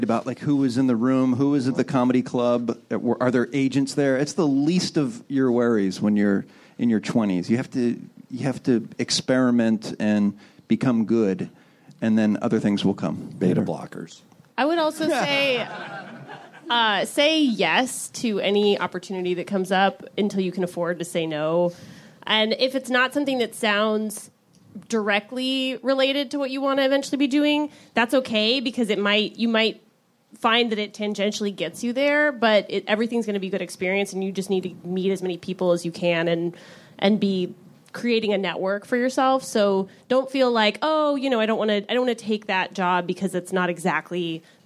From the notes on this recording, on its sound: Recorded April 14, 2016 at the Nerdist Theater at Meltdown Comics.